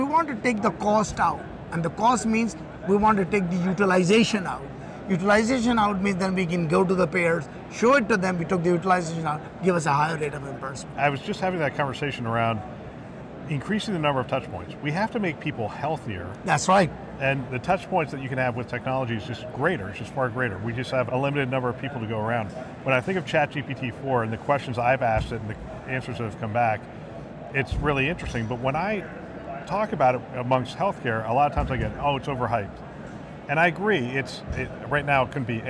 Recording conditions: busy venue